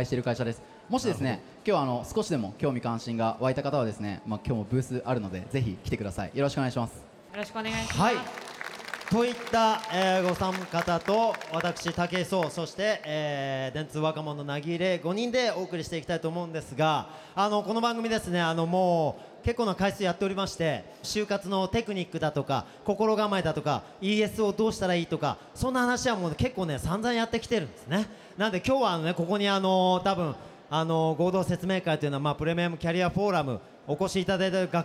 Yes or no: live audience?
yes